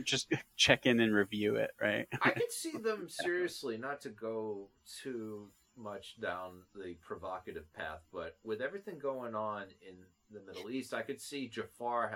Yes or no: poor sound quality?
yes